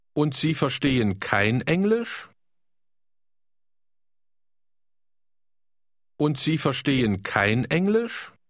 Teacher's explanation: Try to ask with a rising tone